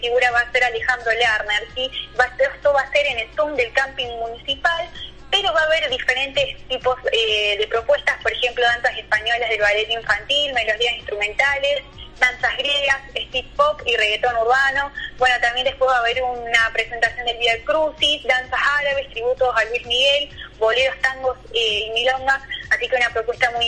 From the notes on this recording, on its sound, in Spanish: Móvil en vivo y directo desde Embalse, con actualidad de la región para el programa "Mejor de mañana".